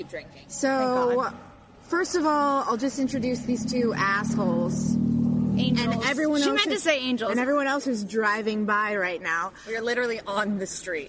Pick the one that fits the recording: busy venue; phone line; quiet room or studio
busy venue